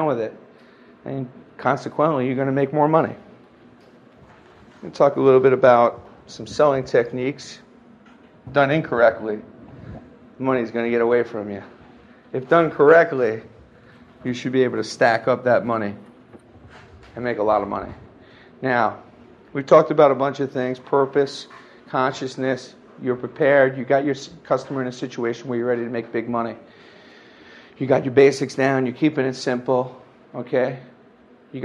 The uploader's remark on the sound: delivered live at The Hard Rock Cafe